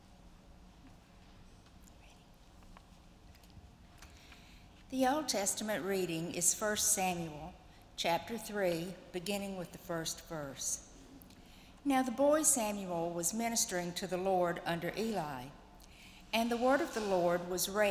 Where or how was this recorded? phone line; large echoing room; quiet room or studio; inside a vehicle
large echoing room